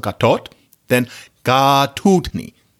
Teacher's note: So it changes from a to u and it gets long. Then you have this little suffix ni.